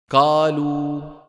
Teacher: من جملة الأخطاء في حرف القاف، نطقها قريبة من الكاف